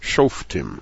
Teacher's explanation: I exaggerate the pronunciation always when I write it, Shofetim, because I grew up calling the Sedra Shoftim, as the first syllable would be Shof, and the second syllable would be Tim